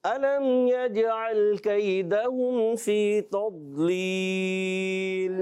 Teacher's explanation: यजअल में जीम में कलकला होगा, लाम को हिलाना नहीं, कैदा हुम में या सांग पहले जबर आने की बजाय या लीन हो जाएगा।